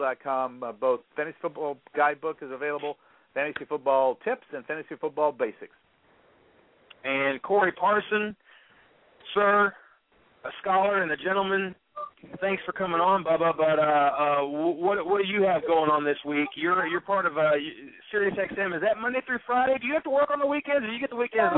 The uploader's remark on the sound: Call-in Show